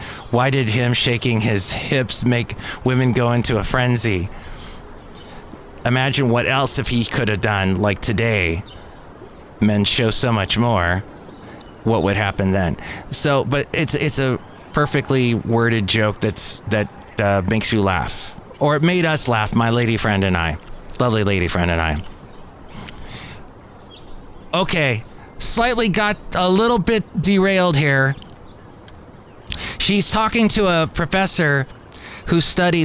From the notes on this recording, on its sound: podcasts live from Cafe Anyway